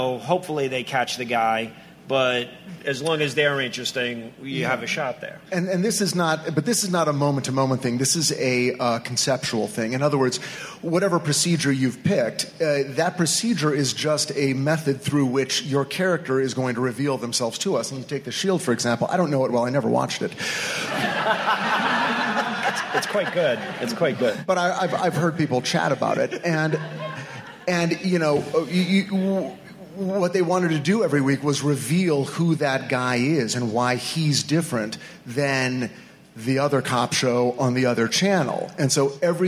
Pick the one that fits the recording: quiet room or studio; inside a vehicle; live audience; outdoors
live audience